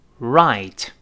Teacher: 那这个字母 R 一定是勾熟的动作，舌尖勾回来